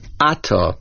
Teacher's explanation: the word is pronounced Ata on the Aleph, Mil'el